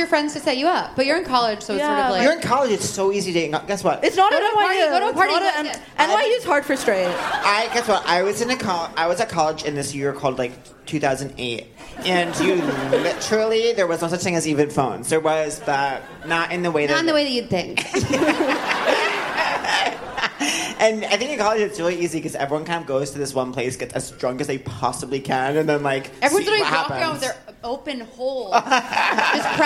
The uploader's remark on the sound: live on stage at The Bell House